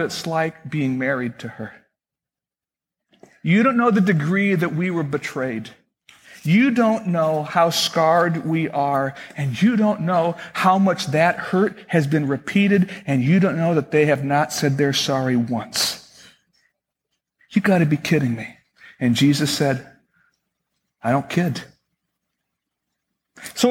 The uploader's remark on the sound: Originally recorded August 2, 2009, at Fellowship Missionary Church, Fort Wayne, IN.